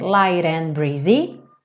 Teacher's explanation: o T vira rarara e junta com and